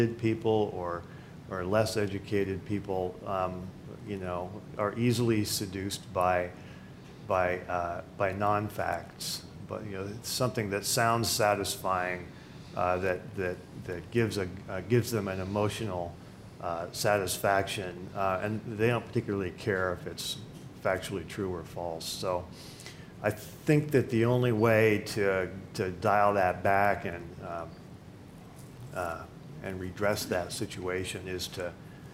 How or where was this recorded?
busy venue